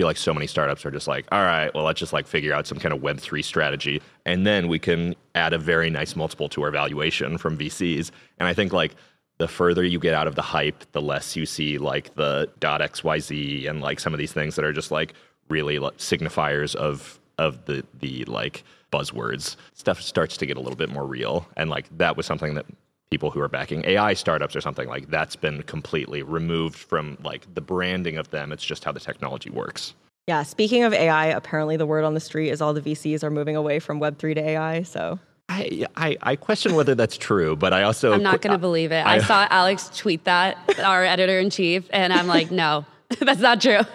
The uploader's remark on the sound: Recorded our Thursday episode live from stage at TechCrunch Disrupt in San Francisco. We shook things up this week and recorded our Thursday episode live from stage at TechCrunch Disrupt in San Francisco.